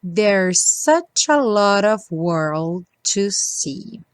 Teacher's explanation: There's such, dois S's, soam como um só